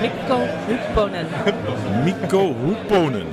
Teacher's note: Het heeft een lange K en een lange P.